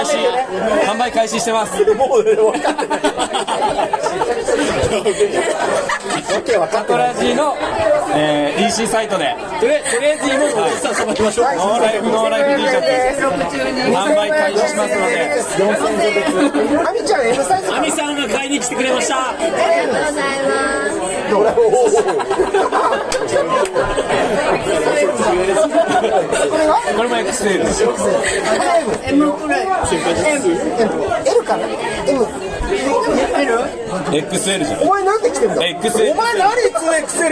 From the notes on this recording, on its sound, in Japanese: 上川町に新しくオープンしたKINUBARICOFFEEROASTERSのアフターパーティにてパーソナリティ３人が揃ったのでオフライン収録！ガヤガヤと賑やかな会場の様子を合わせてお聞きください。